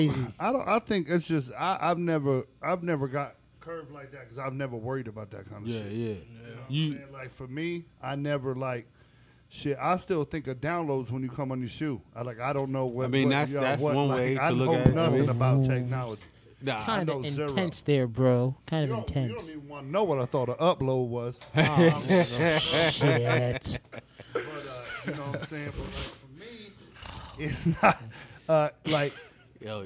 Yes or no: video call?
no